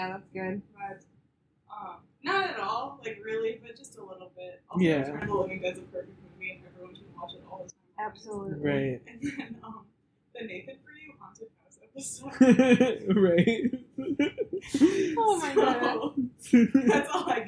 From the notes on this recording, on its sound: The audio for the last 20 minutes of this episode got fucked up and i couldn't fix it so it sounds awful